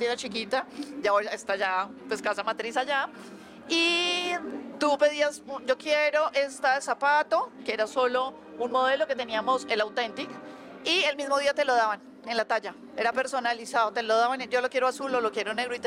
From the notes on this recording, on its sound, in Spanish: En una entrevista realizada desde el Festival Cordillera.